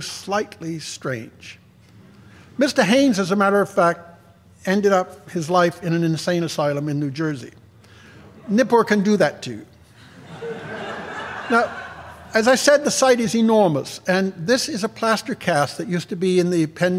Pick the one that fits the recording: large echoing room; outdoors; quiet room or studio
large echoing room